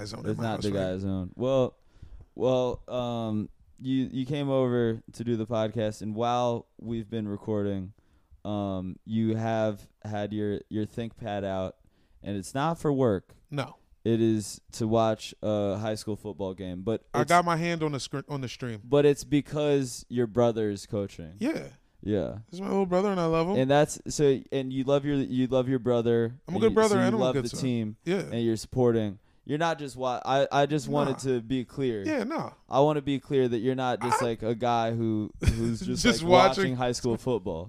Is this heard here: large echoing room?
no